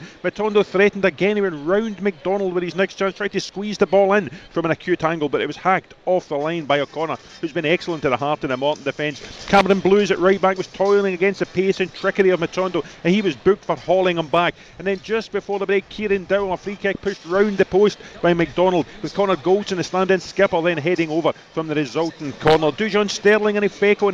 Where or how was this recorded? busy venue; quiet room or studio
busy venue